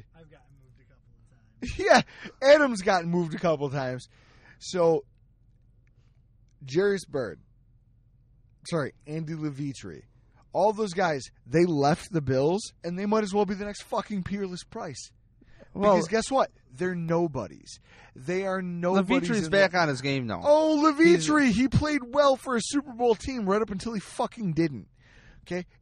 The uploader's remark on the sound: We rolled out the mobile unit and laid down a quick episdoe in the van. In the parking lot at Batavia Downs.